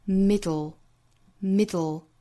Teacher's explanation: 舌边爆破的要点就在于舌尖一定要抵住了上齿龈之后，舌头两侧有爆破感。那单独练呢，我们可以练 middle 这个词 M-I-D-D-L-E middlemiddle，不要发成 middle，不是抖啊，而是抵住了上